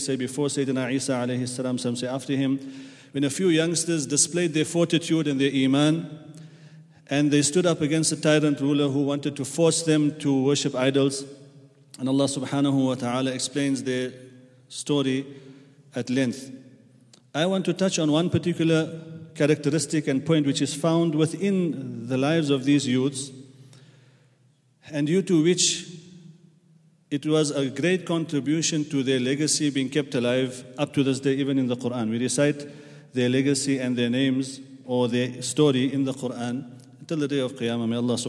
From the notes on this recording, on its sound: at the Houghton Masjid (West Street)